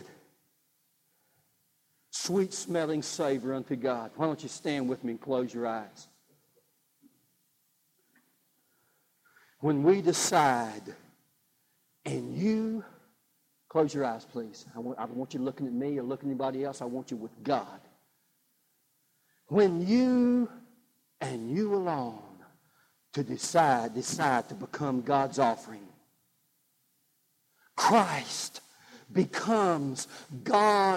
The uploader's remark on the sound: God's Offering (live service).